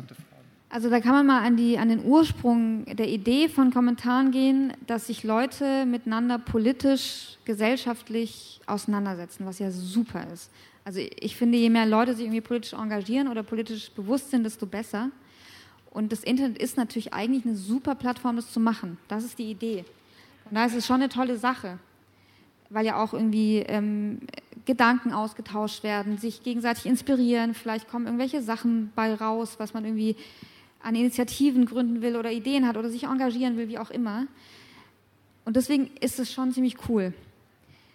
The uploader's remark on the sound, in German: Im RP-Zelt beim Campfire-Festival in Düsseldorf.